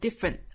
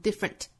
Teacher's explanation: just different 那 different 尾部的这个 t 的发音是可以不发的，尤其在美音之中，尾部的这个 t 也好的也好是会憋住的，也就是只摆这个口型，但是不真正的爆破出来 · Shown in: first take